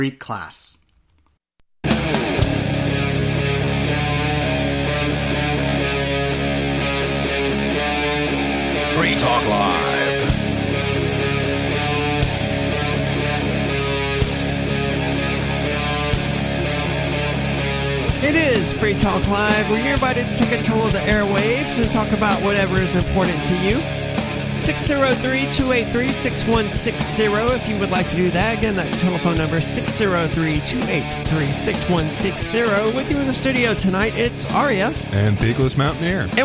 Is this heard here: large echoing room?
no